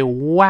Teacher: 它有一个顿挫，弹跳的动作，双唇碰撞之后，立刻弹开